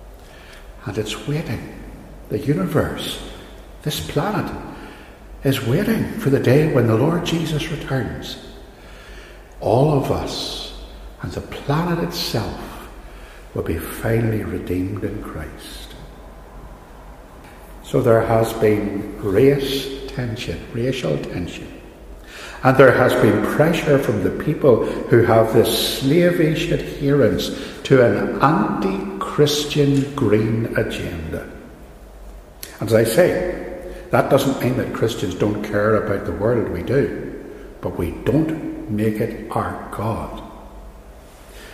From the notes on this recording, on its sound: a sermon from Ballymacashon, preached on the last Sunday of 2020